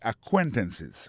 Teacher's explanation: Accent tombé sur deuxième syllabe là